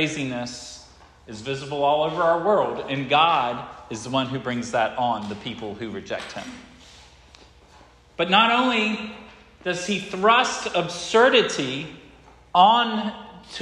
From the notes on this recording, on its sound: This sermon was preached at Hope Fellowship on the second Sunday of Advent